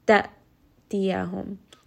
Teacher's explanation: So you hear there is that sharpness, that jerkiness, and this is what is characteristic of the Hamza, and it is going to differentiate it from a two-count med.